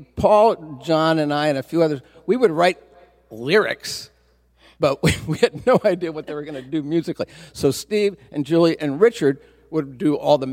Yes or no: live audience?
yes